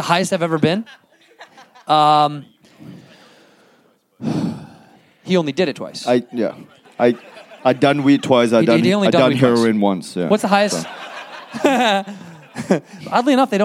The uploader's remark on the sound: Live in Toronto at JFL42. To a live audience.